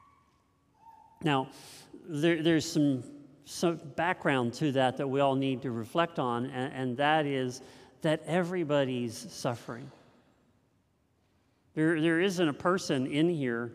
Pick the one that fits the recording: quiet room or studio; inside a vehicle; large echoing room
large echoing room